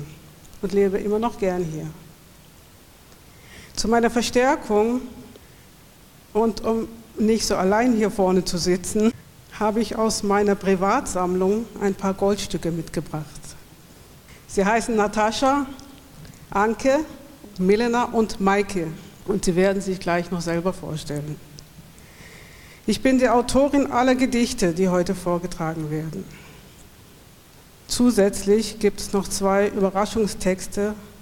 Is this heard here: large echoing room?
yes